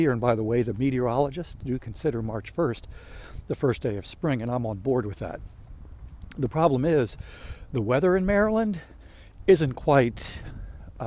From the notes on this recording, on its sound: During today's ten-minute walk